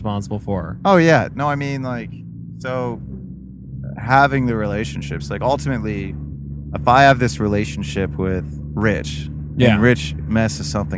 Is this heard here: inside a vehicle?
yes